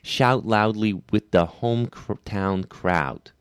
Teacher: The ow diphthong is going to be a little bit twangier, closer almost to ow with an ash at the beginning.